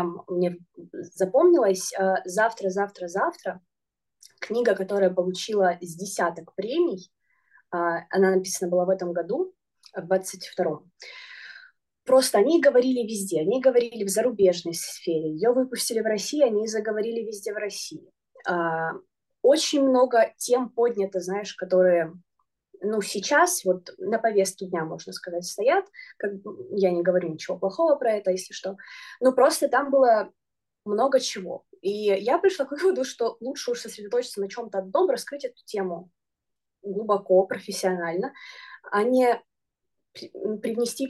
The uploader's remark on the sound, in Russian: мы записали новый зумподкаст